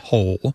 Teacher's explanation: that L at the end of the syllable is what is known as a dark L. So the physical act of pronouncing that dark L kind of requires the back of the tongue to raise toward your soft palate. · the physical act of pronouncing that dark L kind of requires the back of the tongue to raise toward your soft palate. And that movement of the tongue pulls the vowel that comes before the L in a new direction.